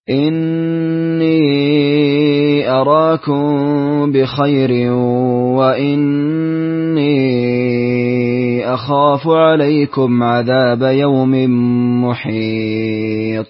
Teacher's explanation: سكن ياء الإضافة في الموضعين، توسط في المنفصل، وفتح الألف في أراكم